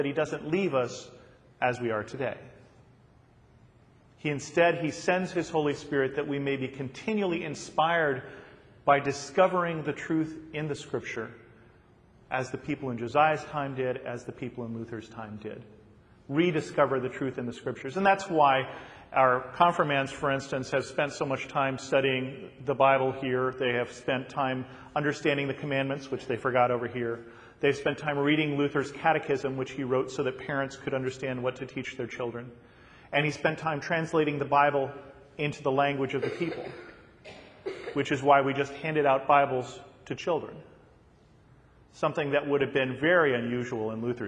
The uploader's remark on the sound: a sermon that I recently preached at my home church